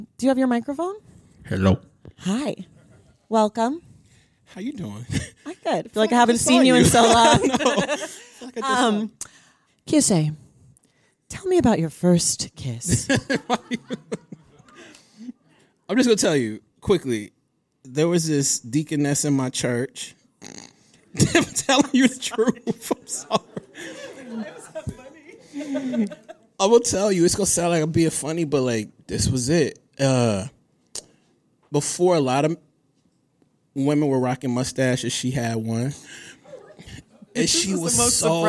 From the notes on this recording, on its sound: The NYC Late Show. Audio from the second New York live show on our national tour.